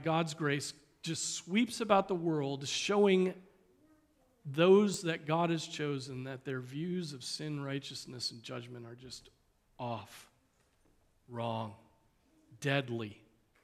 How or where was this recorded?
large echoing room